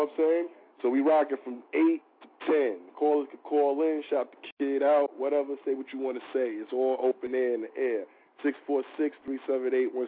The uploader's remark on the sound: 2 Hr call in from 8 to 10 pm